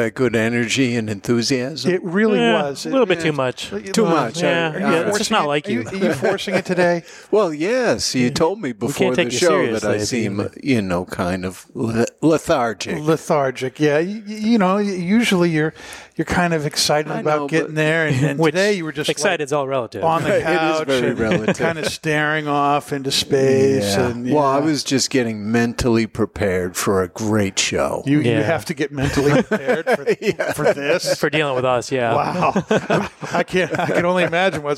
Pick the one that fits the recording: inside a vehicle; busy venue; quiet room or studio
busy venue